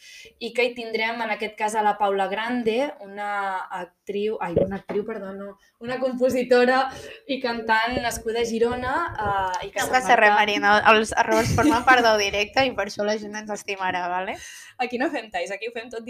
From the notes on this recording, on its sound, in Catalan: És el primer episodi i això vol dir que segurament hi sentireu problemes de so, de guió, etc.